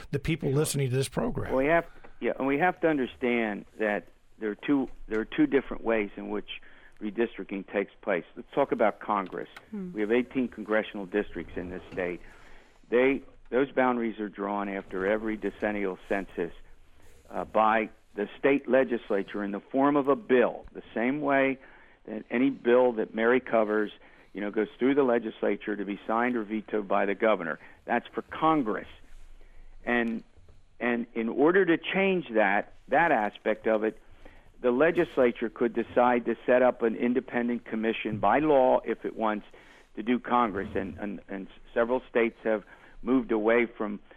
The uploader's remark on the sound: We'll open the phones